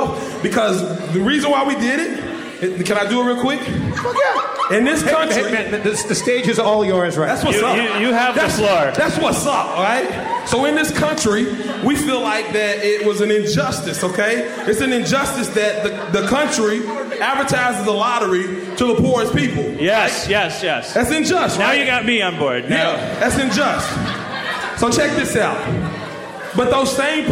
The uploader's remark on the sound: Live From SXSW '14. From Austin, TX, Harmontown is live from the Liberty Tavern and SXSW.